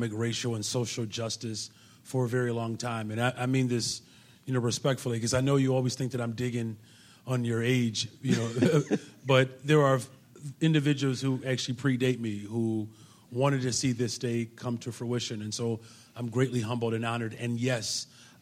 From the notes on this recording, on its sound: on stage at the Promontory club in Hyde Park for First Tuesdays